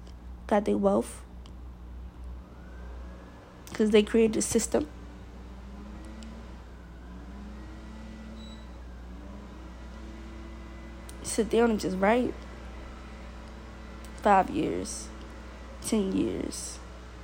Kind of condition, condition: fault, sounds in the background